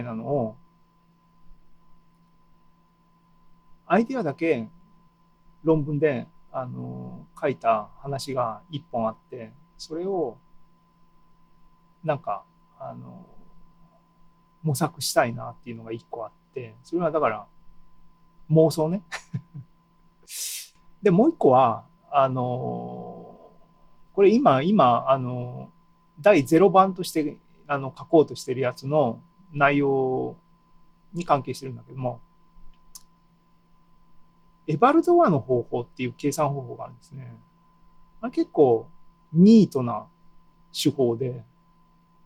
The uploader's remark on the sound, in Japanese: ２０２２年７月２７日に開催した ZOOMライブの模様です。